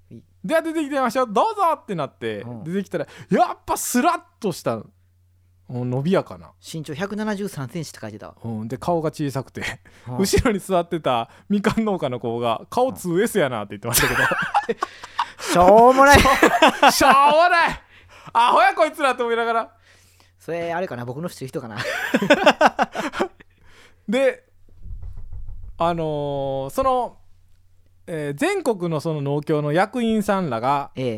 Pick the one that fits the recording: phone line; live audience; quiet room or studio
quiet room or studio